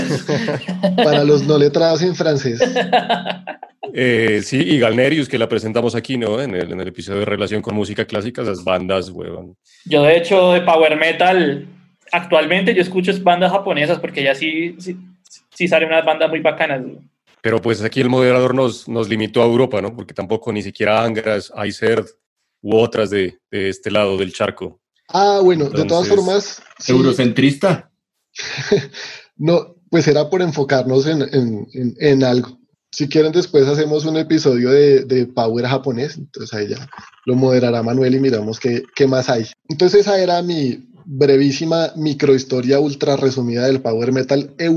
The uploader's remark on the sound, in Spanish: Episodio grabado el 20 de agosto de 2020 en línea, desde Bogotá Colombia.